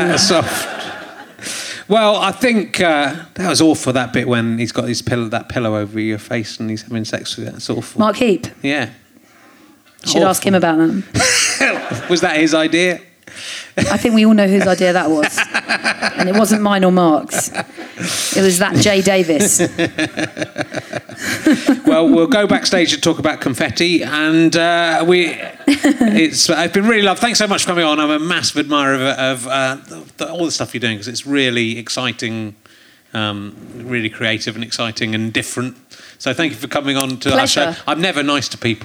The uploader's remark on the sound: Leicester Square Theatre Podcast